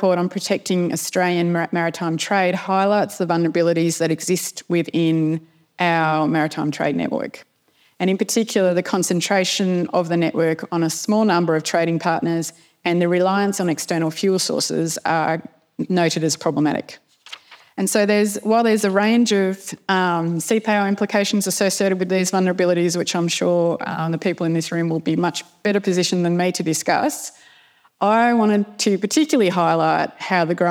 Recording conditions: live audience